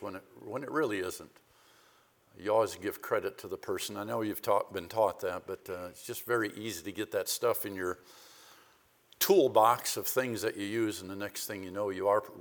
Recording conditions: large echoing room